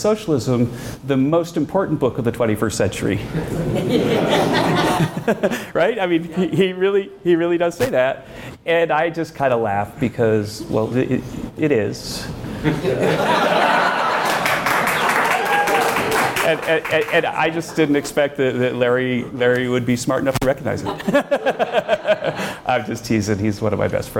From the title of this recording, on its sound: Live Event